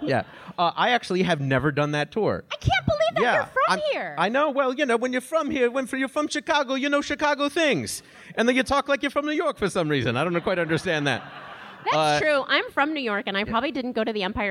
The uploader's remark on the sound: The show was recorded at Sleeping Village in Chicago. The show was recorded at Sleeping Village in Chicago.